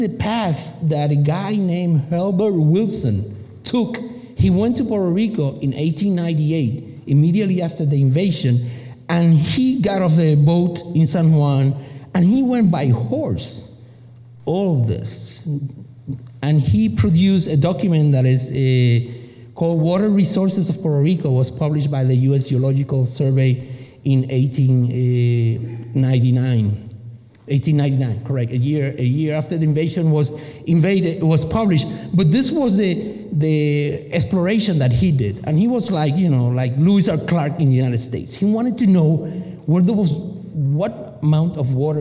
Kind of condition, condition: setting, large echoing room